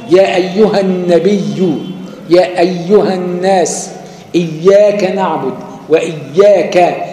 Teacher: دي ياء مشددة بحركة واحدة لا غنة فيها أصلا، مش مضغمة، مش فيش حاجة مضغم فيها، مش مضغمة.